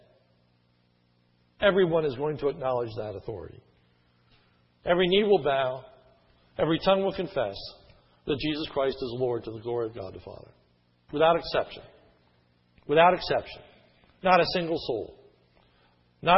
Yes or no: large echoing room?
yes